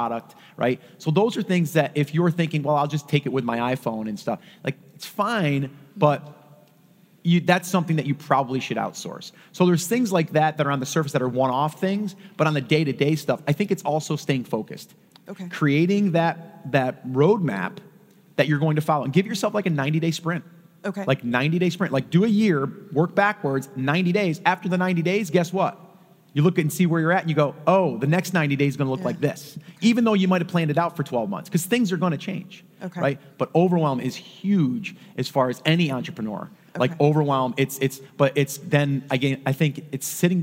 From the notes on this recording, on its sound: Recorded LIVE.